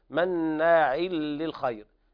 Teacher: مناع للخير إدغام بغير غنة كامل لوقوع اللام بعد التنوين